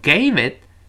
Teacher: gave it v v 最后那个 t 失去爆破，gave it 舌尖顶住憋住气，gave